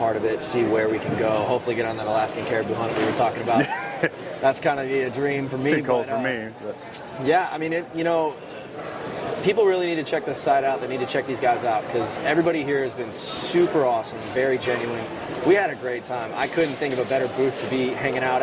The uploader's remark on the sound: 40th Annual World Deer Expo. This is the audio from the World Deer Expo we went.